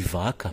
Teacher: na pronúncia do v, as cordas vocais estão mais próximas